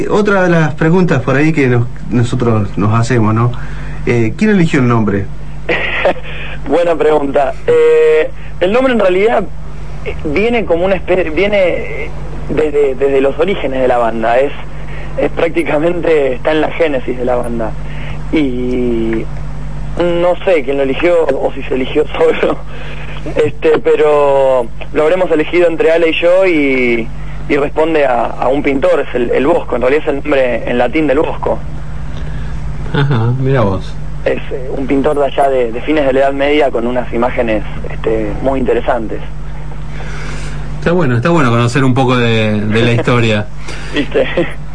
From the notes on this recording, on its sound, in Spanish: Nota telefónica. En Buenas Tardes Rock.